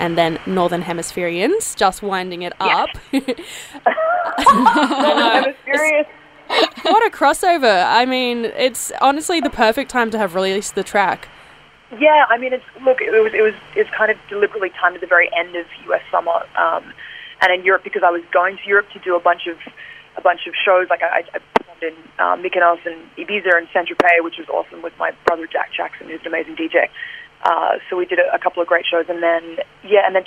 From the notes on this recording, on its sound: got on the Housemates phone line